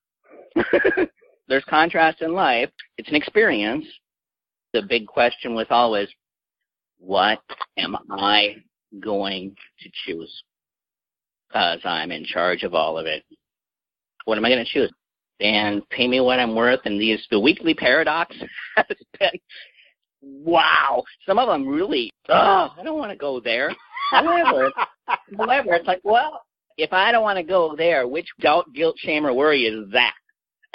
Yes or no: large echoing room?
no